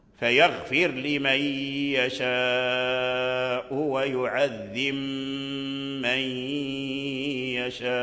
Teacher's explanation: فقالون أدغم، أي أدغم الباء، يعذب في ميم من، فقرأ فيغفر لمن يشاء ويعذب من يشاء، أي أدغم الباء في الميم